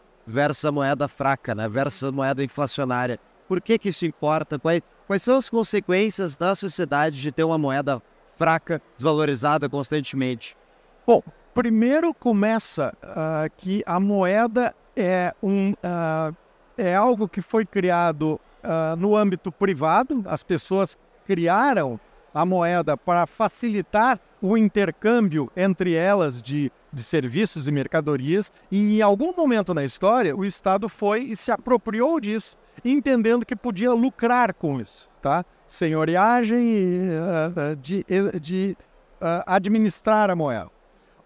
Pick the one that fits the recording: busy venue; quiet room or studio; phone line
busy venue